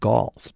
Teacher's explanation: a G, K sound at the back of the throat, followed by an L with some vowel